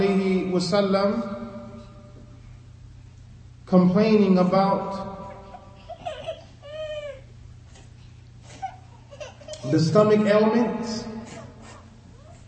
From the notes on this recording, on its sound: Lecture given at Masjid Nur Allah, Queens, NY